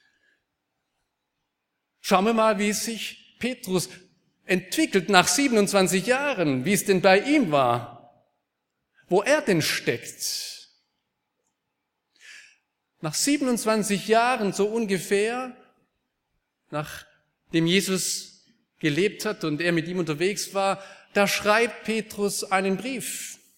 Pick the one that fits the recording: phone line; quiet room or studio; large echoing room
large echoing room